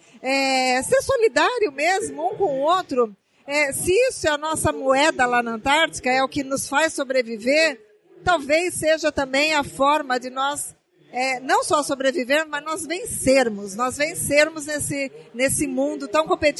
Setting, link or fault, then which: setting, busy venue